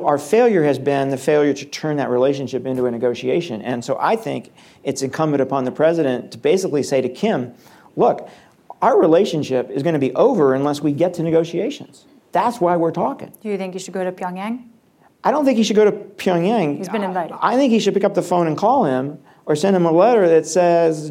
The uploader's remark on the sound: Live Taping. Hayden Center for Intelligence, Policy, and International Security at George Mason University’s Schar School of Policy & Government.